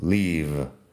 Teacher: Es parecido a la F, pero vibran las cuerdas vocales. · Term: la V